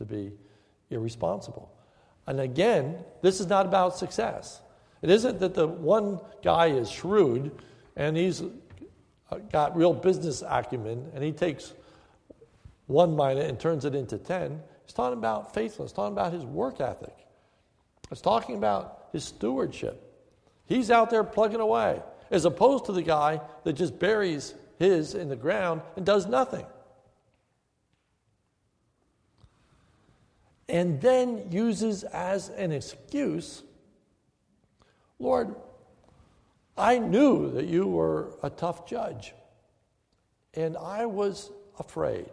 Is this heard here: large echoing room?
yes